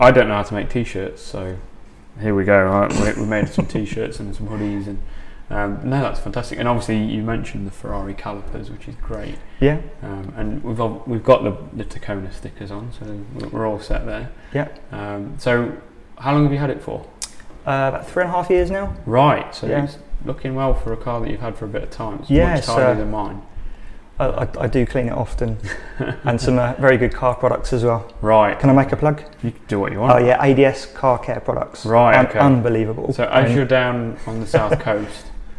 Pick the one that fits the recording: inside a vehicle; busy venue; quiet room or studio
busy venue